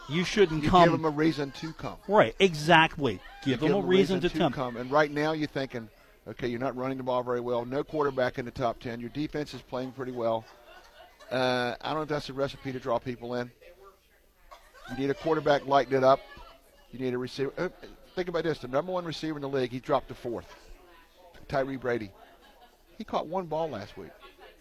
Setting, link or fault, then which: setting, busy venue